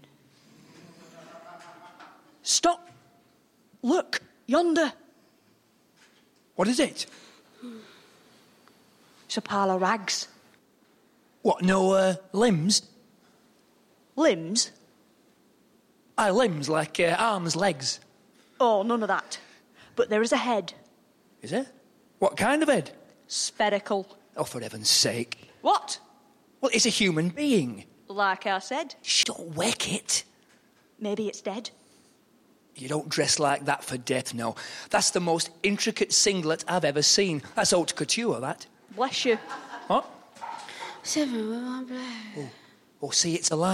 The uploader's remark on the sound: Recorded live at The Roundhouse Camden.